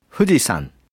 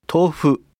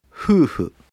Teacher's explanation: En japonés, la F tiene un sonido más suave que en español. Está a medio camino entre nuestra F y la H aspirada. Para pronunciar nuestra F, echamos el aire hacia nuestros dientes frontales, mientras que en japonés los dientes no se utilizan, sino que se juntan los labios y se sopla un poco de aire a través de ellos.